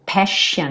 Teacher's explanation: Esses dois S vão ter esse som. X, ou SH, você também pode pensar assim, tá? E esse passion seria passion is, tá contraído.